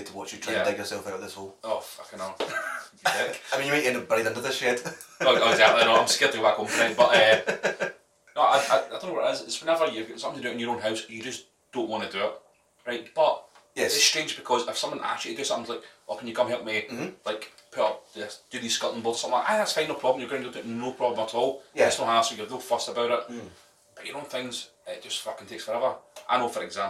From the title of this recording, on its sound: POOR SOUND QUALITY